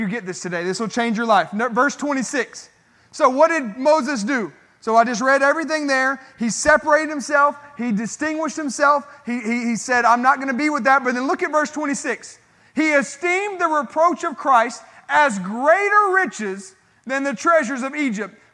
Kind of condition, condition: setting, large echoing room